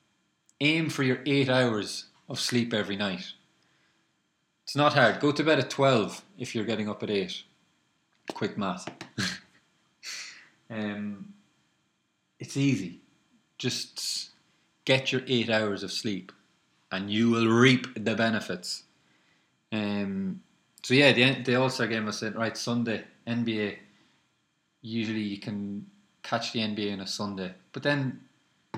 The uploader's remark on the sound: Apologies for the sound quality, dunno what went on there.